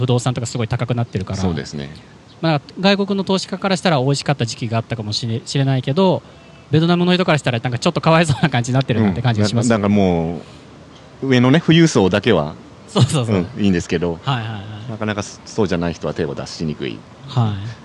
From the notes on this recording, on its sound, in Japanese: 野外収録。都内の代々木公園で収録。